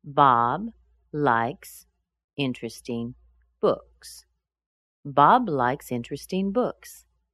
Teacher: Bob and books get quite a bit of stress. Likes is just a little bit less. And interesting is just a little bit less than that.